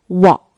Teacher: 粤语最后这个 K 是不真正发出声音的